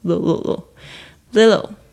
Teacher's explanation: 它是夹在两个元音之间的 T 呢会浊化，会变成介于 T 跟 D 之间的这个声音